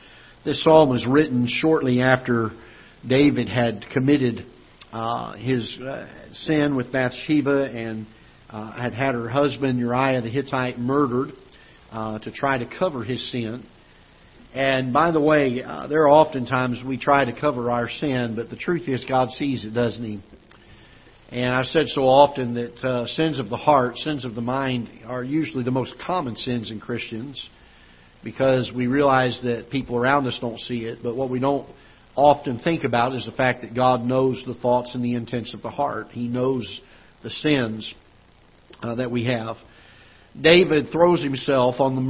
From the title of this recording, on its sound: Ketha Heights Baptist Church ~ Live Broadcast